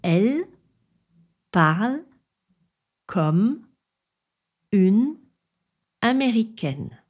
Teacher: Ces E ne sont pas prononcés et ce que l'on entend, c'est un son de consonne. On reforme donc les syllabes de façon un peu différente par rapport à l'écrit. · Term: E muets